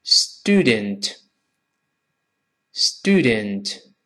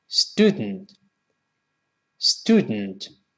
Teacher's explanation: 读快了那个的，就顺着鼻子，鼻腔爆破 · Shown in: second take